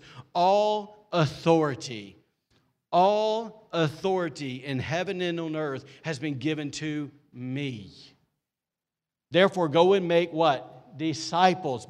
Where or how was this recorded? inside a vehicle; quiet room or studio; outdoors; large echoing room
large echoing room